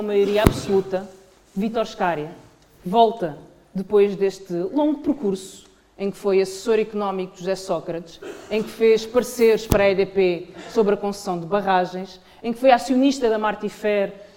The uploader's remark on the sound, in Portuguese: Numa sessão pública realizada no Porto a 9 de dezembro de 2023